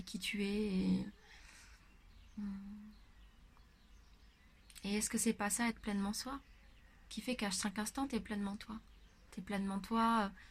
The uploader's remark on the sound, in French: Désolée pour le bruit de fond des voisins !